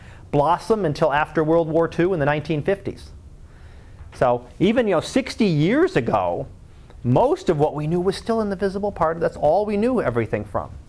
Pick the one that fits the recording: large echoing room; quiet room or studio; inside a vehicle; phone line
large echoing room